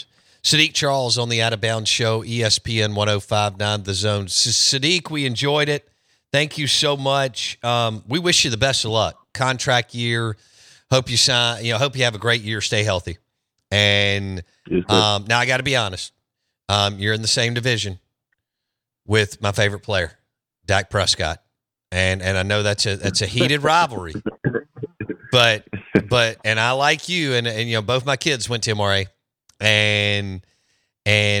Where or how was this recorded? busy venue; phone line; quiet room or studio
phone line